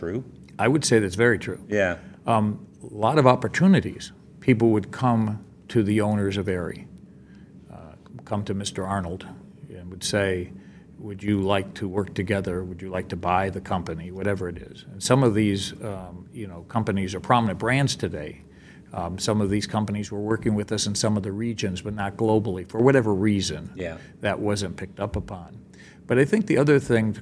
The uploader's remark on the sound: Live from LDI